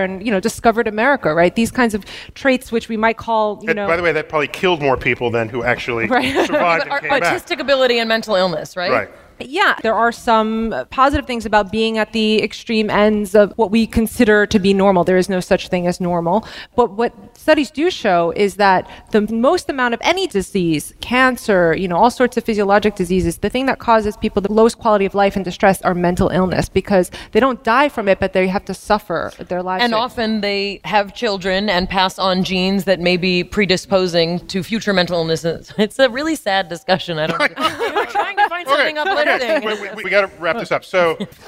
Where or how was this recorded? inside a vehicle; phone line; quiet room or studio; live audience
live audience